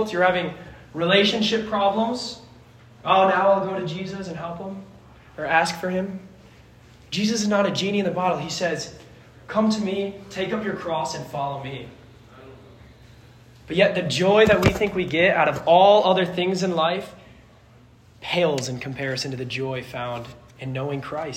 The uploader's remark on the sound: This sermon was preached to a Junior High audience